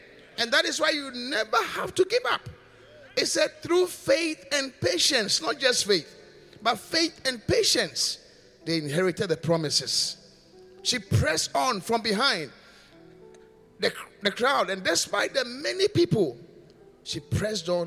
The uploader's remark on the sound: Preached at the Qodesh